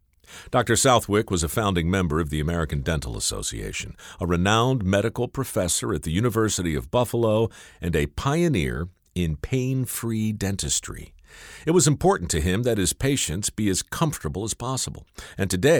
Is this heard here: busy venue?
no